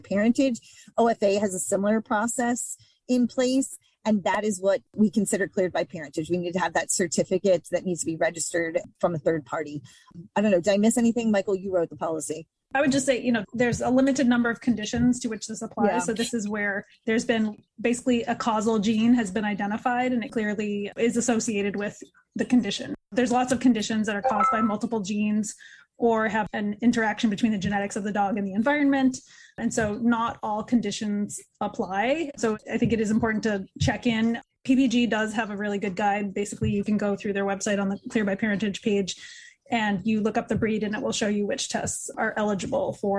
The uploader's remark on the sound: The audio for this podcast episode was taken from a recent Good Breeder Webinar.